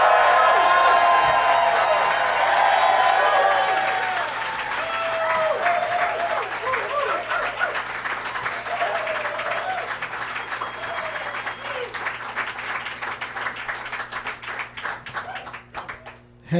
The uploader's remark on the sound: Live from the American Comedy Company in Sweet Home San Diego. An audience member.